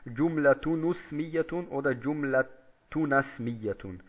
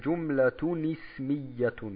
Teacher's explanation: Hier wird ein unsichtbares Kasratun eingefügt. · Shown in: second take